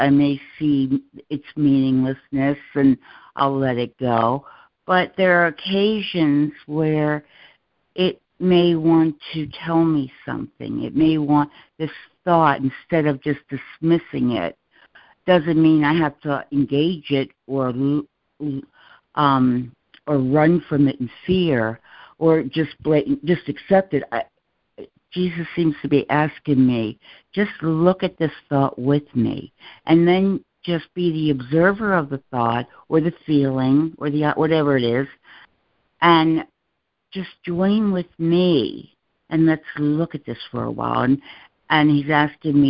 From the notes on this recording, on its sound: ACOL MAR 29, 2023 CONF CALL.